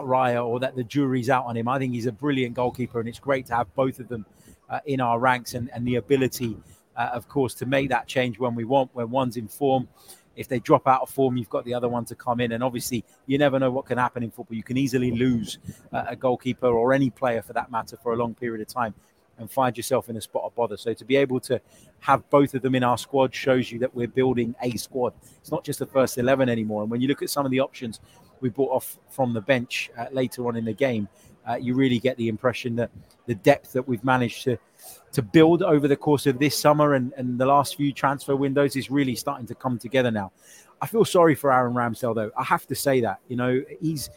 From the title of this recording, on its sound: Reaction live from Emirates Stadium